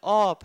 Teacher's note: forlænget kortvokal i oprindelige tostavelsesord